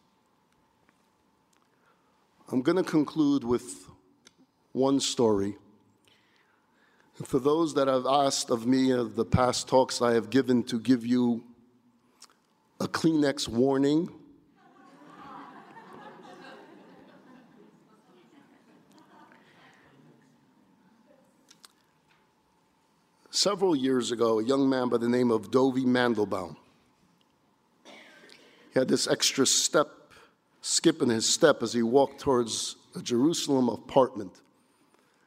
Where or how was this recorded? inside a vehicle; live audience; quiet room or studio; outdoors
live audience